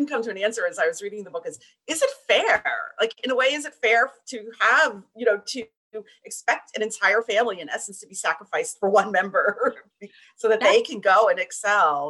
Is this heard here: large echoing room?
no